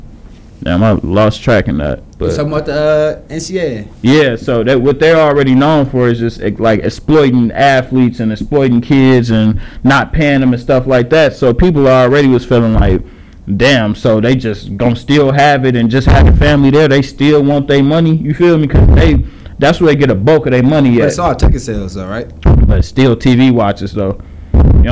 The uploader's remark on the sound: We got some of the guys in the building. We want to apologize for the audio on this episode. We had to cut some parts of the episode out due to unclear audio.